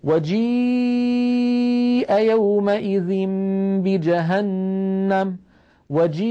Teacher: عند نطقي للياء الحبال الصوتية في الحنجرة ترتجف، ويصاحب ذلك انخفاض للفك السفلي، مجموع هذا العمل يعطينا صوت الياء.